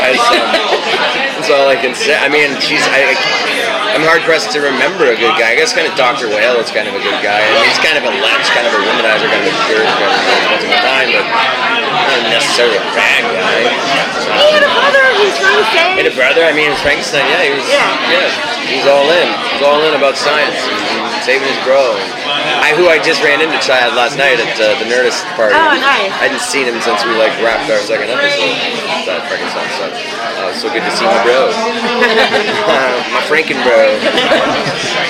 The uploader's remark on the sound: Round Table Interview - iZombie Comic-Con 2016. DCTV Podcasts got the chance to participate in the iZombie Press Room at San Diego Comic-Con.